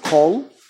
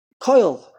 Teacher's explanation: if you're really yeshivish guy, and you say oi, all the o's are ois. · Shown in: second take